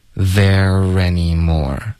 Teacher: there 跟 any 要连读 there any 有一个 r 的音连读到 any 的 a